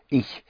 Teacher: I is spelled ich, pronounced ich. It's a very soft sh sound. So instead of ich, make it ich, ich. · Term: the sound of the ch